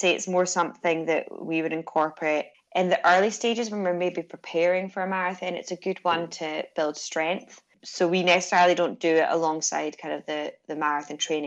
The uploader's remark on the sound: This live episode is the second of three adizero Marathon Season Twitter talks